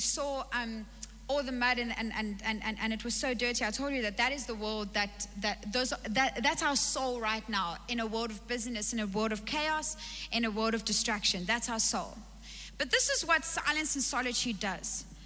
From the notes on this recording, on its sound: Recorded live on Sunday the 7th November 2021.